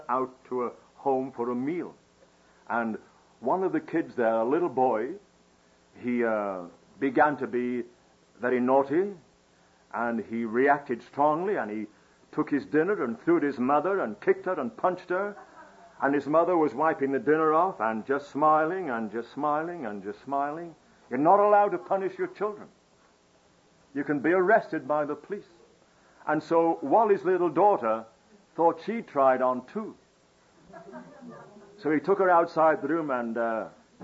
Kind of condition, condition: setting, live audience